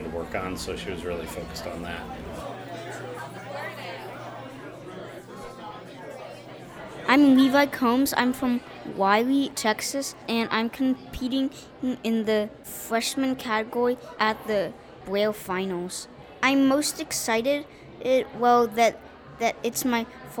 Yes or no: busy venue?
yes